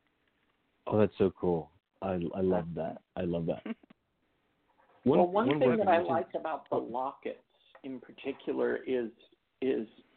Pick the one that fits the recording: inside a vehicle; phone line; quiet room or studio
phone line